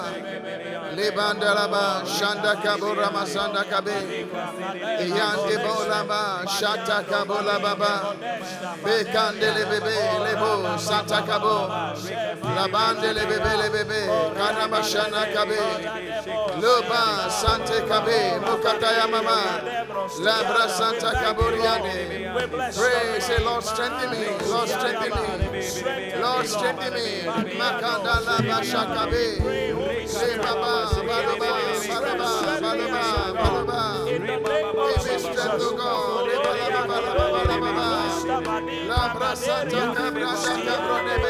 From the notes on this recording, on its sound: Encounter Service. Preached at The Qodesh.